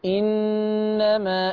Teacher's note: أنا غنيت النون، الألف بقى تاخد مد طبيعي حركتين